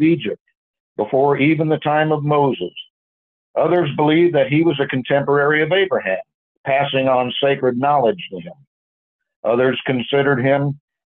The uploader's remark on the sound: Call In Bible Study